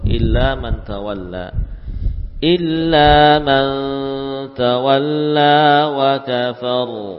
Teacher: Ra-nya dibaca dengan tebal